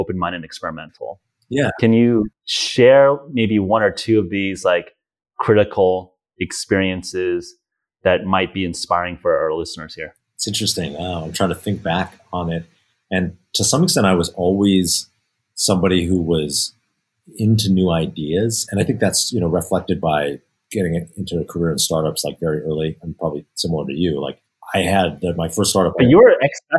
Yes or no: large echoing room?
no